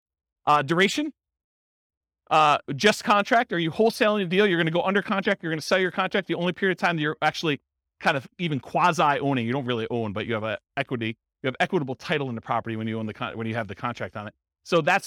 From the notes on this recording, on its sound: This was a live class recorded